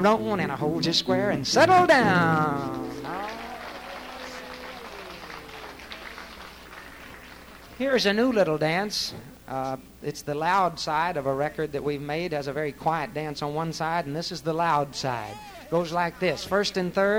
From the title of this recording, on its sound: Vintage MWSD Live Dance Recording